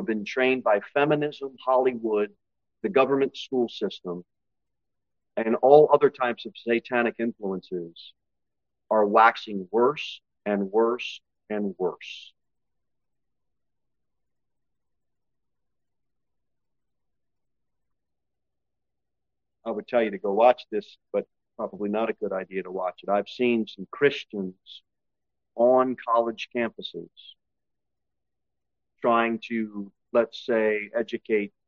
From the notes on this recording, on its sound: Sermon delivered at Pilgrim Baptist Church on Thursday, August 31, 2023, at 6-15 pm.